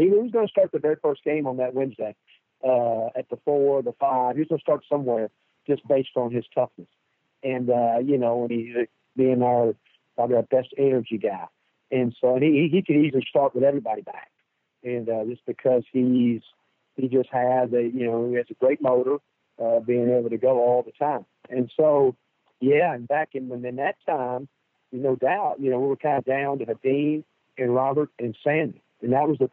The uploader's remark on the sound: joins on the Modern Woodmen phone line